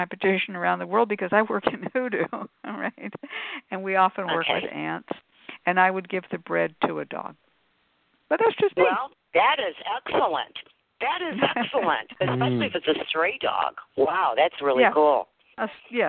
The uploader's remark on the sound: a real, live call-in show